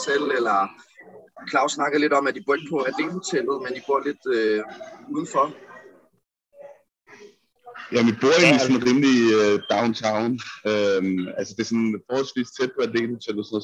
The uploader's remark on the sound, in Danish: Lyden efterlader desværre meget at ønske sig, og har sjældent set dårligere dage. Med på et opkald fra Madison, Wisconsin.